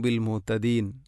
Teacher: അപ്പോൾ ബിൽ മുഹ്തദീൻ മുഹ്തദീൻ എന്ന് തന്നെ ഉച്ചരിക്കണം. തൊണ്ടയുടെ ഏറ്റവും അടിഭാഗമാണ് ഹ ഇൻ്റെ മഖ്റജ്